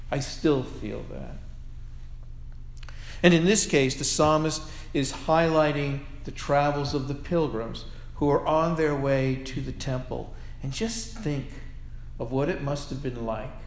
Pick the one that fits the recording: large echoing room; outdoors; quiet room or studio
large echoing room